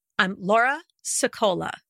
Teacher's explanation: our first name goes up, which is like saying, and there's more. I'm not done yet. And then put that little teeny weeny break in the middle and then glide down on the last name, like saying, and now I'm done. · Term: up and down